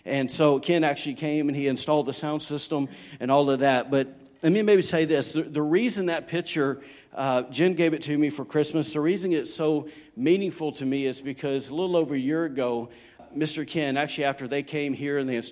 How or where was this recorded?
large echoing room